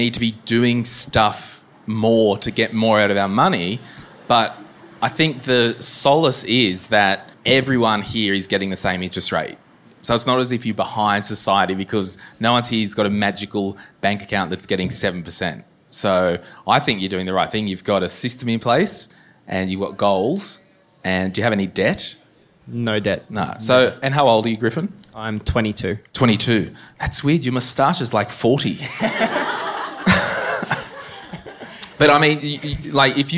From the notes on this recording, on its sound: The first my millennial money meet up for the year on the sunny Gold Coast! In this episode live audience members asked the following questions.